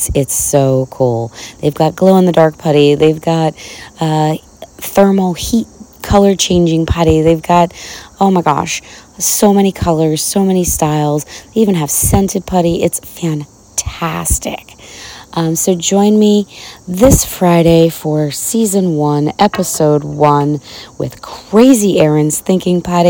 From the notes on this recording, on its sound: This episode comes live from my porch as I prepare for the final day of Kipona in Harrisburg Pennsylvania.